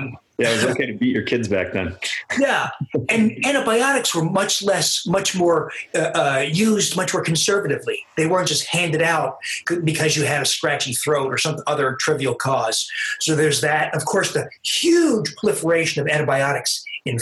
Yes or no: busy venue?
no